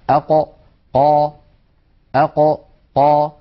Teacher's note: القاف كما نعلم يا إخوة من أقصى اللسان مع ما يحاذيه من الحنك الأعلى. أق قا أق قا، هذا مكان حرف القاف من أقصى اللسان مع ما يحاذيه من الحنك الأعلى.